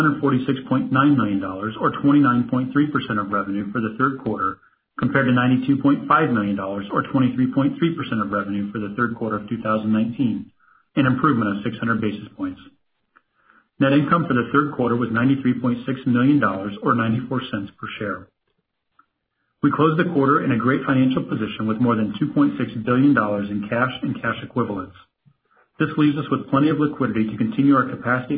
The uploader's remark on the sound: Q3 2020 Earnings Conference Call